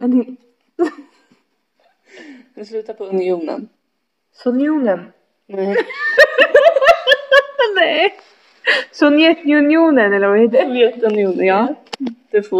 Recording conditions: poor sound quality